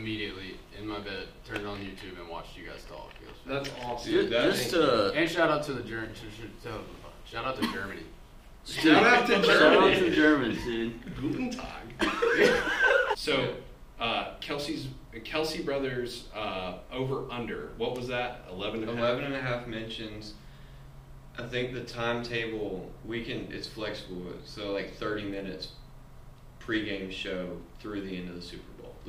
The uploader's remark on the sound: We forgot to plug in the mics.